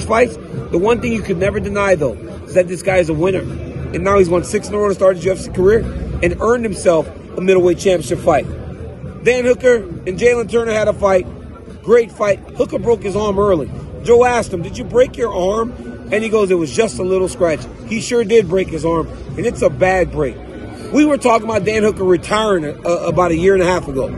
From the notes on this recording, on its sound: Live from the octagon. At UFC 290.